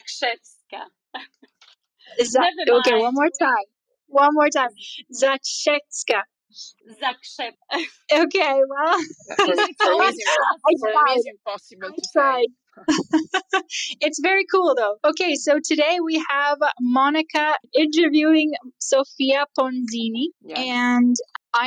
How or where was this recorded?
video call